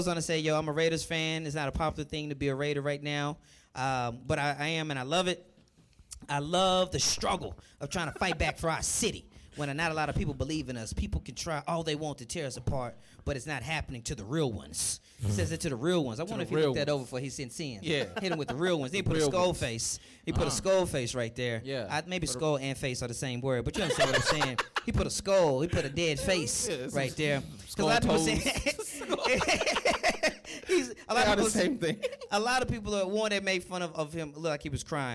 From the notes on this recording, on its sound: Forth & Ten LIVE NC Wesleyan. The guys are recording live from NC Wesleyan in Rocky Mount North Carolina, celebrating homecoming.